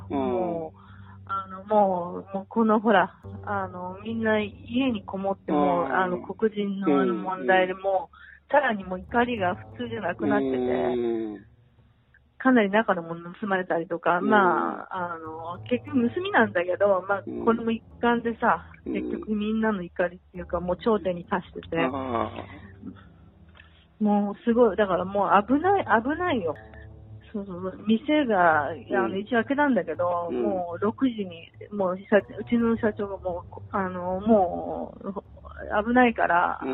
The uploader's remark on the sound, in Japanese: ニューヨーク電話インタビュー